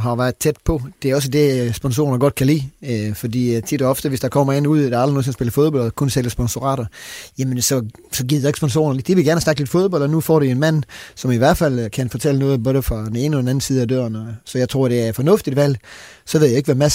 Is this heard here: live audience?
no